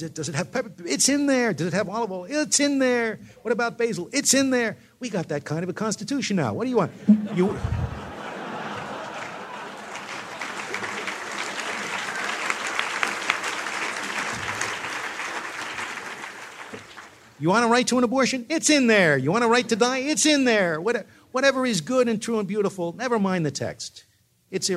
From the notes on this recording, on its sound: Delivered the keynote address at the Acton Institute's 7th Annual Anniversary dinner.